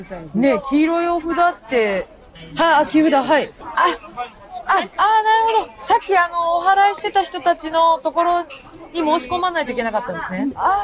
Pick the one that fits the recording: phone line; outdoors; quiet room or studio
outdoors